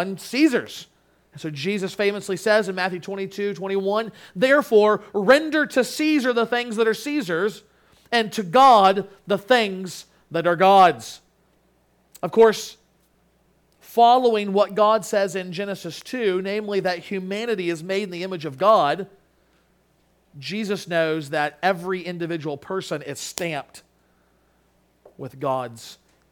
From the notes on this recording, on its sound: Sermon Audio from Crossway Christian Church